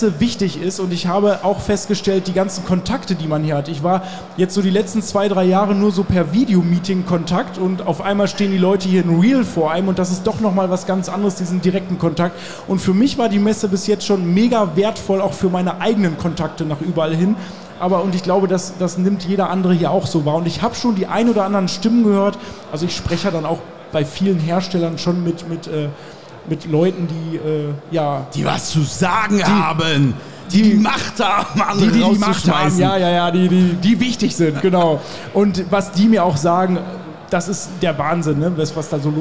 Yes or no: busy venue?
yes